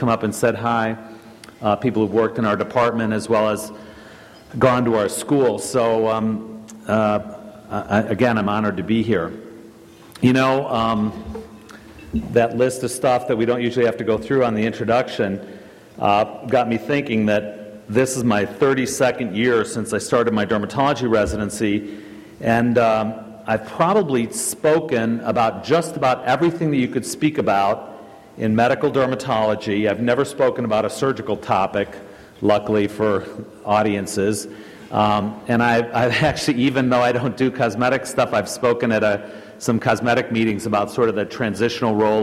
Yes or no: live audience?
yes